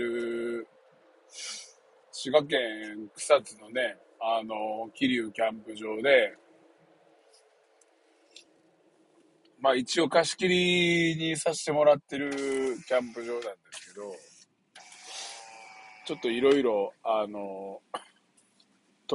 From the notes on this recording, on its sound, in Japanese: サーフィンに向かう道中で収録！